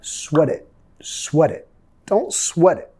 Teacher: Don't sweat it, ¿ok? Nota, tenemos que vincular sweat it, porque suena casi como una palabra